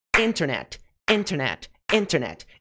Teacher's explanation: a sílaba tônica é no in, internet, internet, internet, e não no T, internet, internet, não, ok?